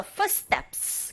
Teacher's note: Put 아니고 foot, foot 이렇게 긁어주시고 foot, T 소리 자체가 약하게 들리고 footsteps, 이때 s, t 이 부분에서 t는 된소리 현상이 일어나죠